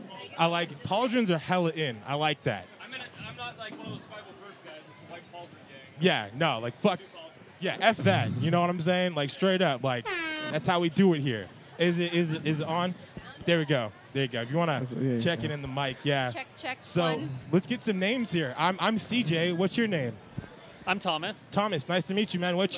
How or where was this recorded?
busy venue